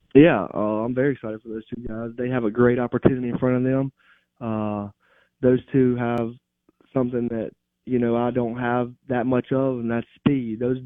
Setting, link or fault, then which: link, phone line